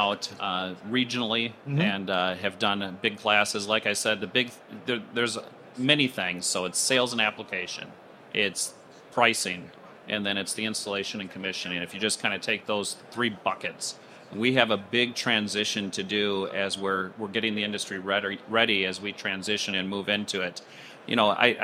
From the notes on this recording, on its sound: This episode recorded live at the 2024 AHR Expo.